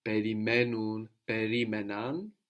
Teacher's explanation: the accent moves back from perimenun, perimenan